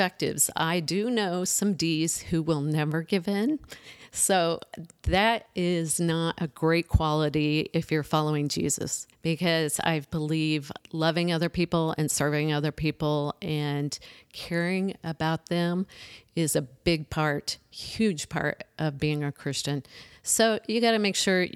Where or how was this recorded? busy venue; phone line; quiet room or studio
quiet room or studio